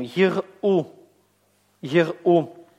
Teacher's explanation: Значит, первый значок хирика обозначает краткий гласный «и». И краткий гласный «и» в закрытом безударном слоге.